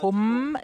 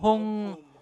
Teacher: Nicht Hum, sondern Hung. Der Mund schließt sich nicht. · Shown in: second take · Om. Bei Om verschließt sich der Mund.